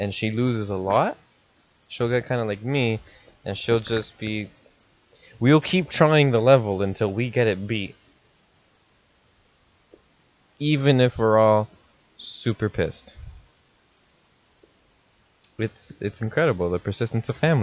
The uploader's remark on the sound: I'm still working on fixing the mic!